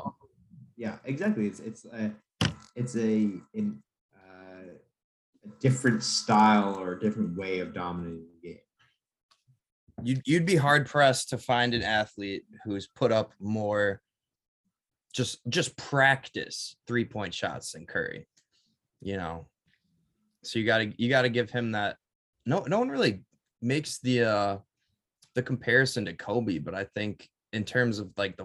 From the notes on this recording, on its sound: Over zoom. Before we were rudely cut off by Zoom.